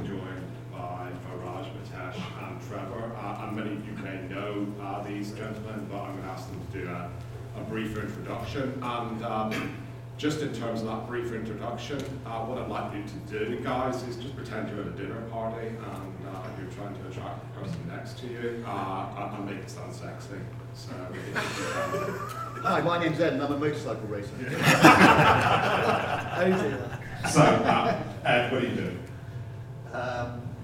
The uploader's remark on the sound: Live From IUC EMEA